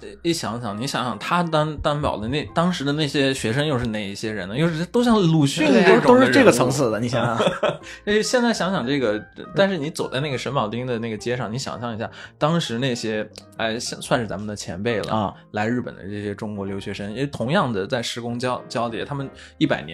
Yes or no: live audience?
no